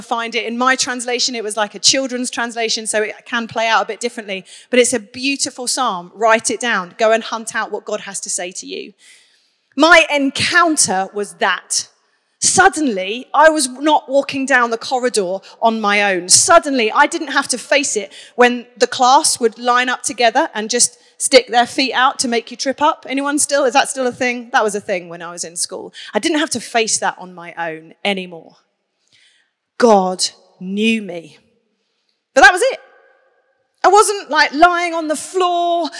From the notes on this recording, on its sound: Onelife Conference 2023.